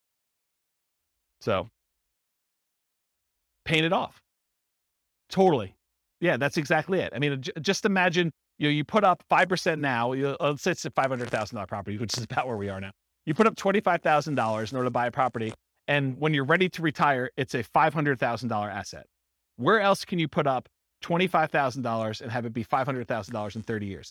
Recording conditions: live audience